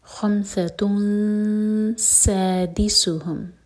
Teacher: اخفاء ایسے کریں گے کہ دومہ کی تنوین کے بعد جب سین پر آئیں تو ہوٹوں کو فلیٹ کر لیں